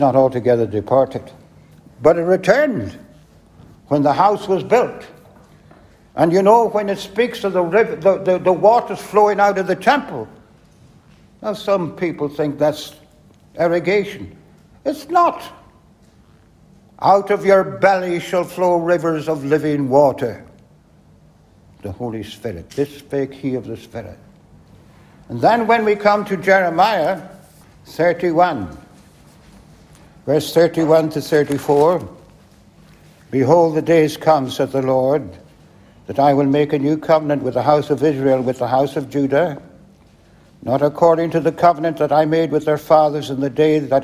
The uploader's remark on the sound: at the 2022 BRITAIN'S ONLY HOPE conference